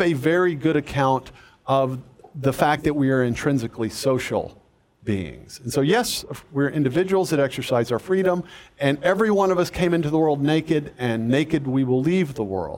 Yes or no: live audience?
yes